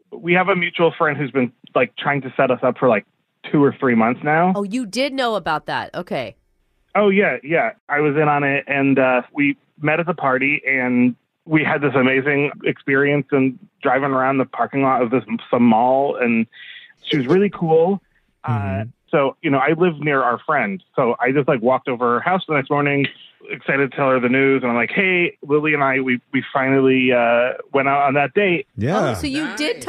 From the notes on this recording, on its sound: The woman on the phone today